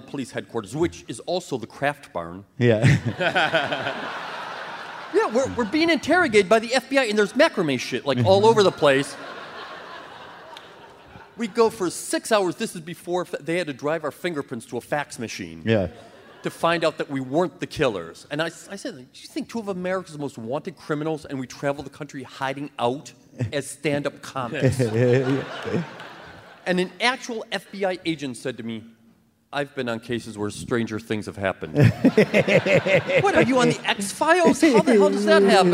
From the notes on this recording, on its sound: Live from Boston. A live WTF at The Wilbur Theatre.